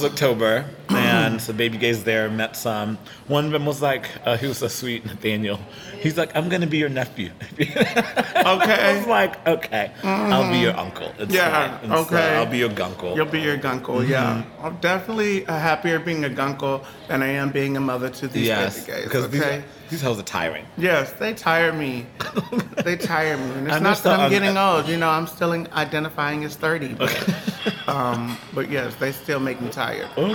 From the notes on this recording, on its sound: Recorded on site at the Magnolia Wine Bar in the heart of Fort Worth.